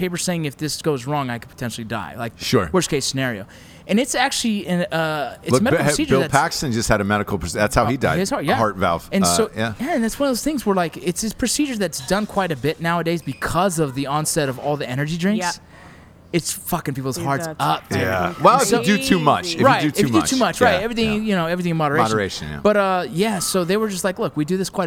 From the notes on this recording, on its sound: As they go live from an LA dive bar.